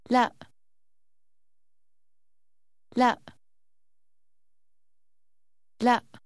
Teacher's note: The abrupt stop at the end of the word is a glottal stop